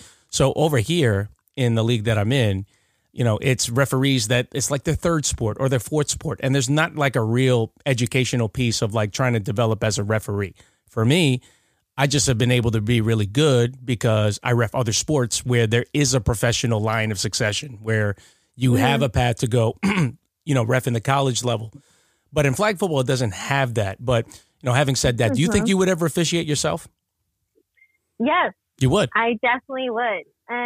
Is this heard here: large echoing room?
no